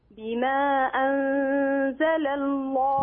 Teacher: لام أنزل مرققة، لام كلمة الله مفخمة